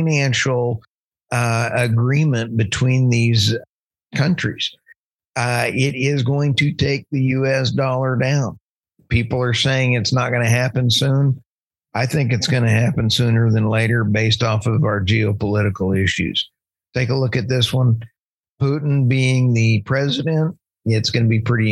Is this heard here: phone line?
no